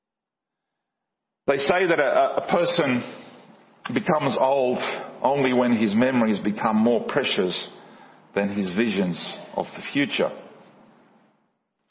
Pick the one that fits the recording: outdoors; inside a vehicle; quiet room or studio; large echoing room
large echoing room